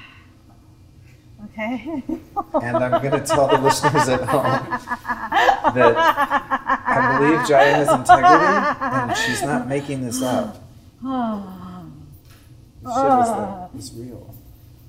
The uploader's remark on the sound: Recorded in front of a live studio audience. At the Bulletproof Coffee Shop in Downtown LA at the 5th Annual Bulletproof Biohackers Conference Kickoff party.